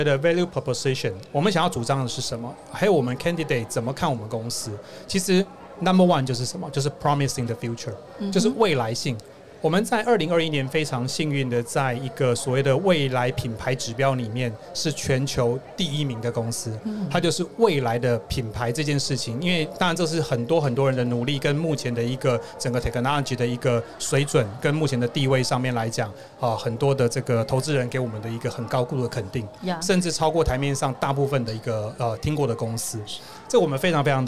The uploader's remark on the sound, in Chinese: VISION 2022 臺大校園徵才博覽會-Live Podcast